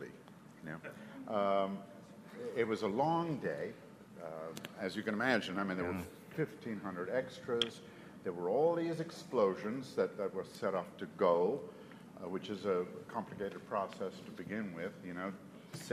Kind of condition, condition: setting, busy venue